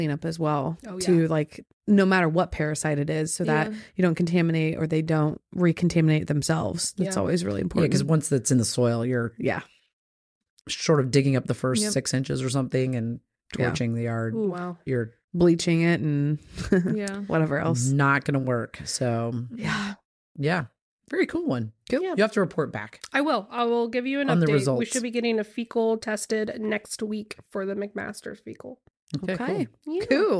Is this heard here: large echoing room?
no